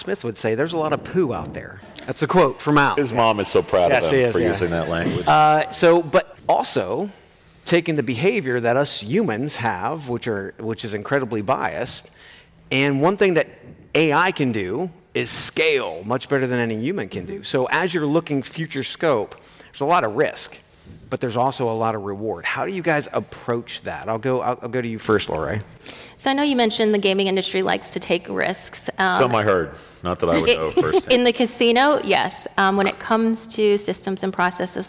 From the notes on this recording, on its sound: LIVE at iCIMS Inspire. The LIVE onstage energy is back with this performance.